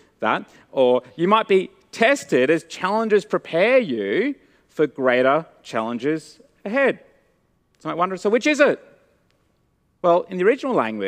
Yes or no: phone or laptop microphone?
no